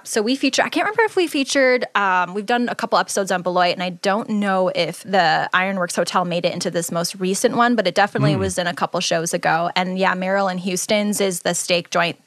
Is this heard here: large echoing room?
no